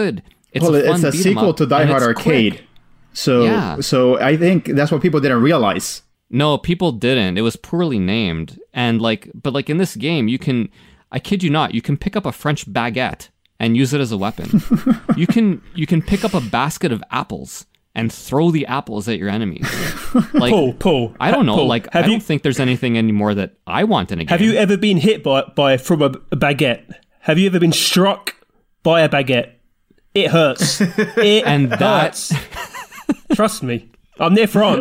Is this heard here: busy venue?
no